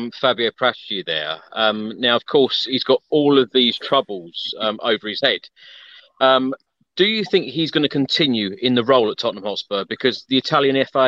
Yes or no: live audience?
no